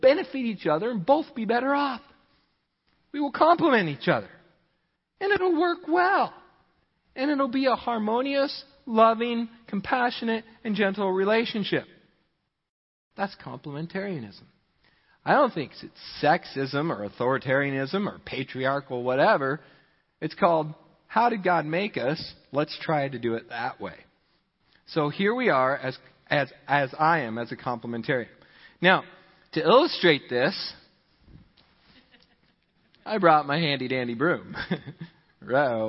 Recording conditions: large echoing room